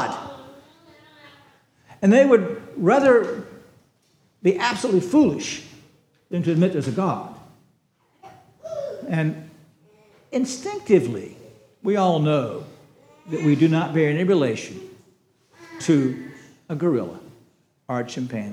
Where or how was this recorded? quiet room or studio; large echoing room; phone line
large echoing room